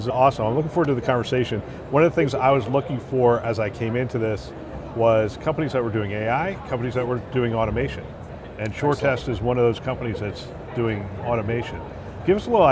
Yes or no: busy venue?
yes